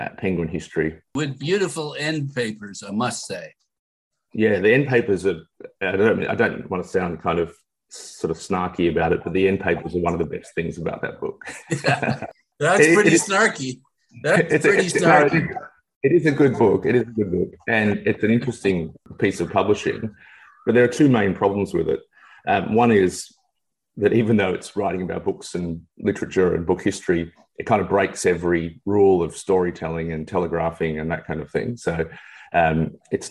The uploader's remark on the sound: via Zoom